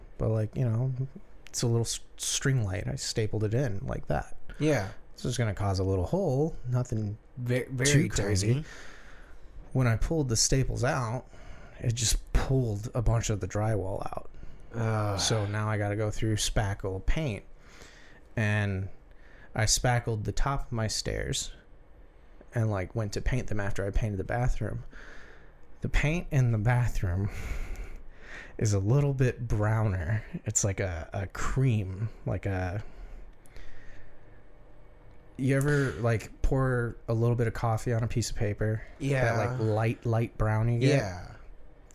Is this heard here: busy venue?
no